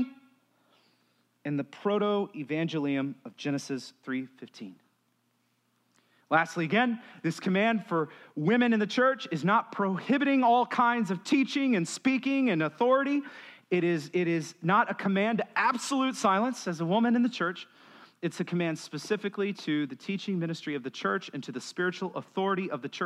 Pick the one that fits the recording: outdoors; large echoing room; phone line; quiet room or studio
large echoing room